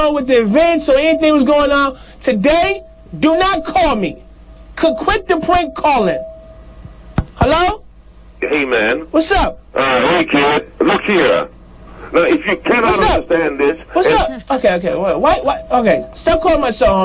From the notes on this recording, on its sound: Prank Phone Calls. 12 Crank Calls.